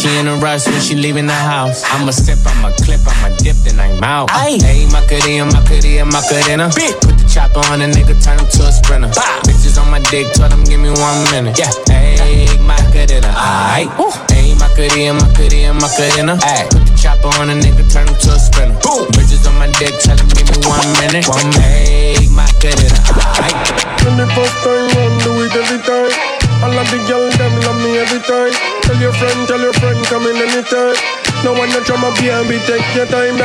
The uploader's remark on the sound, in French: en direct du Holiday Club